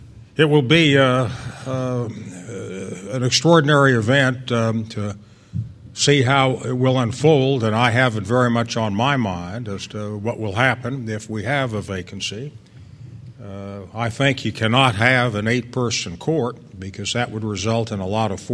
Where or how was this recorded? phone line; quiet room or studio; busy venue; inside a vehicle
busy venue